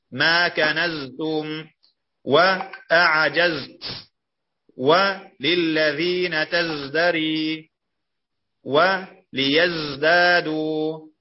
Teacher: ذكر الزاي، وهو حرف صفير مجهور